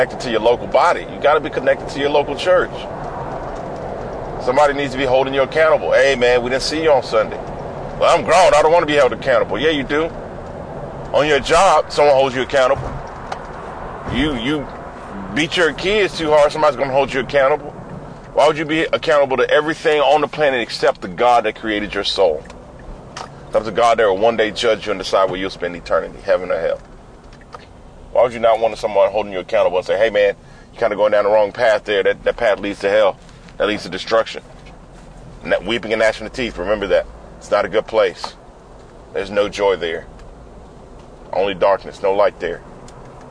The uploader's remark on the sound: I’m talking about getting closer to God in this podcast that I recorded on a drive to Marion, Texas this morning FROM MY CAR!